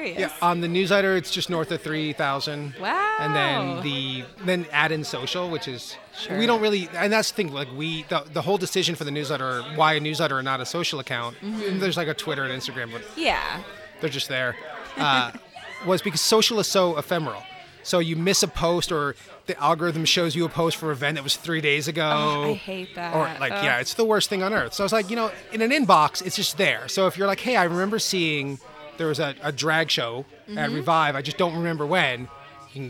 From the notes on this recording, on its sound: Live broadcast from Adventurers Guild in DTK.